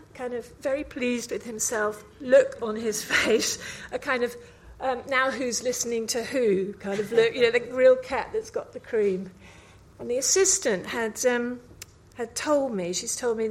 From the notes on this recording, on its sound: Recorded live at 5x15 Bristol in March 2017